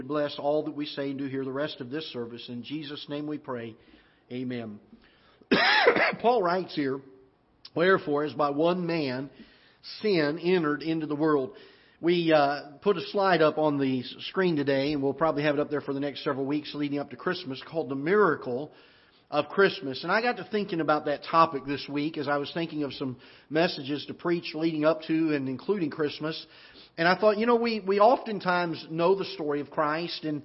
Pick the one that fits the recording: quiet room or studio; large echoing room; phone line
large echoing room